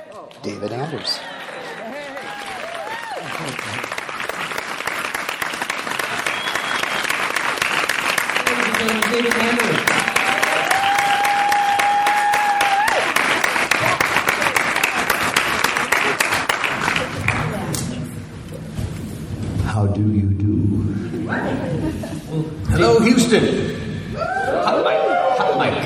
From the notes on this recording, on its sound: exclusive fan panel from Houston Comicpalooza